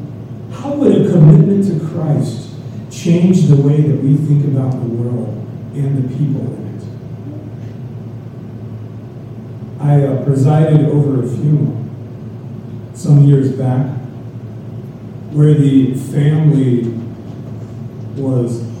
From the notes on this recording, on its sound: We are still having some sound problems, so this is not the complete service, by any means.